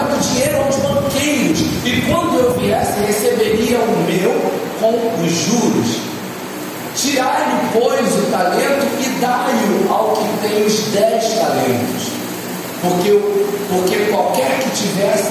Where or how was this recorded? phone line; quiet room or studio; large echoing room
large echoing room